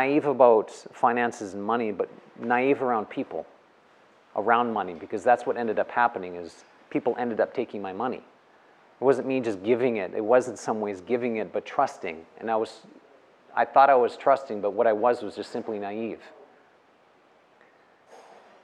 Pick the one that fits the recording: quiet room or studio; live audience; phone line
live audience